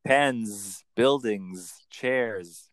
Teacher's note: that making of an S into a Z, pens, buildings, chairs, because Americans voice that final consonant